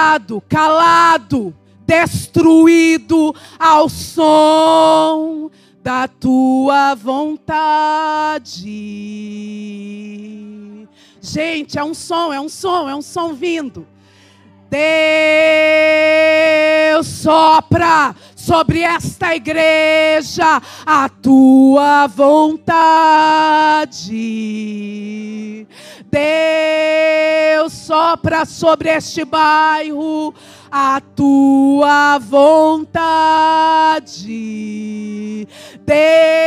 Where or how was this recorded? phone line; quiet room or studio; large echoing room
large echoing room